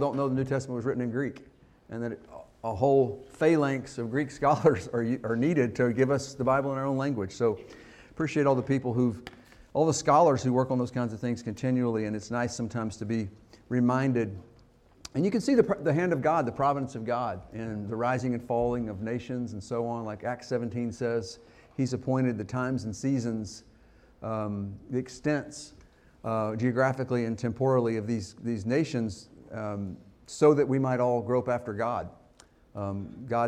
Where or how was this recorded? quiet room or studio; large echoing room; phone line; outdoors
large echoing room